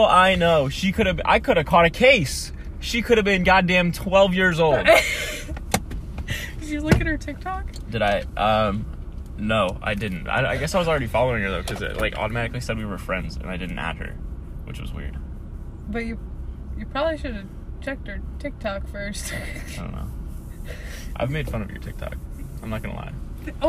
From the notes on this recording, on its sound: Hanging out with friends in my car before school starts.